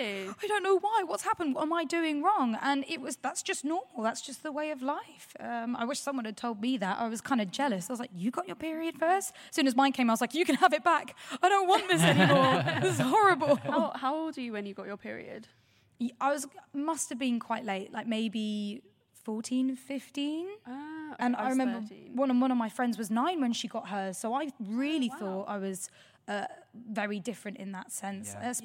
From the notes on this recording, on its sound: Live at VidCon London. Heads out of the studio and in front of an audience.